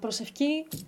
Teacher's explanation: this ypsilon itself will devoice to match the unvoiced consonant that's after it